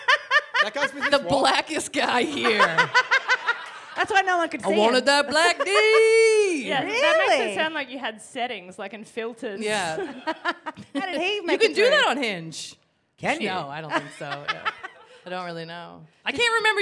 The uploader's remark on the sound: Live in Perth